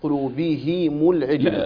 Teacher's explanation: بكسر الهاء وضم الميم